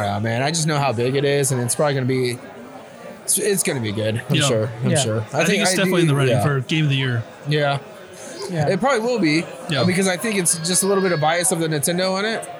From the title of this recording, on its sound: Live at Capital Creative Showcase 2023